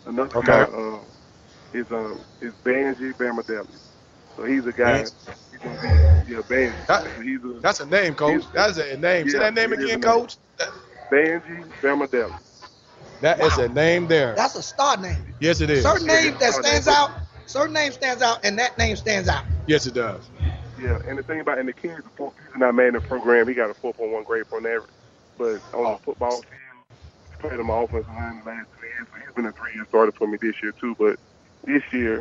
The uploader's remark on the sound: live from Pizza Bar in Atlanta